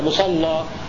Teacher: وقع خلاف عند ورش بين التغليظ نظرا للأصل مصلى ويصلى ويصلاها، والترقيق لأجل تقليل الألف بعدها، فإذا غلظنا نفتح الألف التي بعدها نقللها، يعني نفتحها علم التقليل، هكذا مصلى. التغليظ في اللام يمنع تقليل الألف، التغليظ في اللام يمنع من تقليل الألف، وإذا رققنا اللام نقلل الألف المقصورة التي بعدها مصلى ويصلى ويصلاها، فلا يجتمع التغليظ مع التقليل، ولا يجتمع الترقيق في اللام مع الفتح في الألف، نعم هكذا.